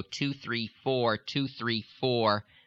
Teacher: But with the Chicago 2, 3, 4, 2, 3, 4, I still had my fingers closing the nostrils, and you could hear that it wasn't, the airflow wasn't going into the nose, so it's not really a nasality.